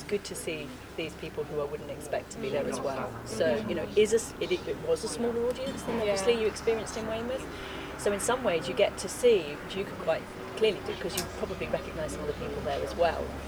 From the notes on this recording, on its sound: Get out in the field at Inside Out Festival in Dorset, UK. The 10-day festival that takes place in rural and urban areas in the south of England every two years.